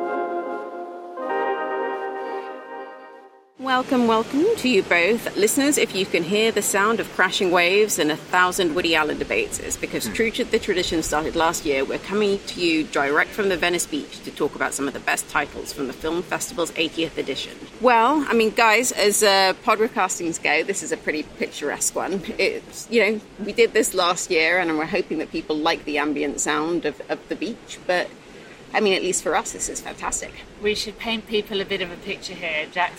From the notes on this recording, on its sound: We’ll be discussing some of the most talked about titles from this year’s Venice Film Festival straight from the Lido.